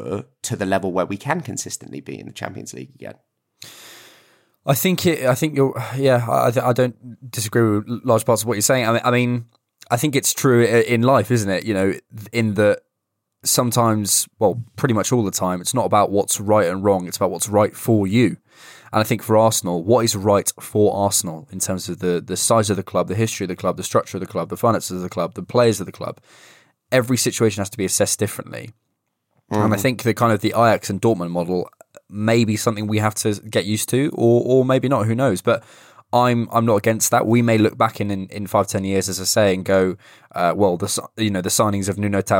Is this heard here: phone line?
no